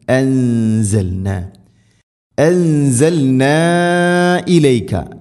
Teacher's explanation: നൂനിനെ അവ്യക്തമാക്കി മണിക്കണം, ഇഖ്ഫാ ബിഗുന്ന. അൻസൽനാ, അൻസൽനാ ഇലൈക, ഇവിടെ നീട്ടണം.